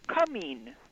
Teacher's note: Well, an example would be instead of saying coming, they say coming, changing the short I to a long E and dropping the G completely